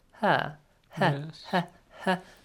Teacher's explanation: this ha is a soft one. Ha, ha, ha, ha, as if you breathe out.